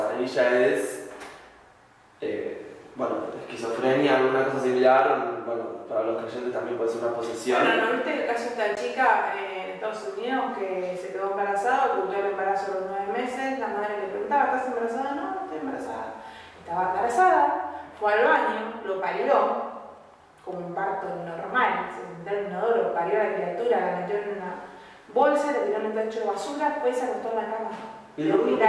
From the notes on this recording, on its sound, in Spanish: Sepan disculpar la calidad del audio, ya que en realidad no se iba a utilizar para un podcast.